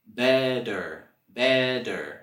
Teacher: Y en la palabra better tenemos también el sonido flap T con la B-E-T-T. Alright, con ese doble T vamos a hacer el sonido flap T, donde se hace como un sonido D, D. Better, better.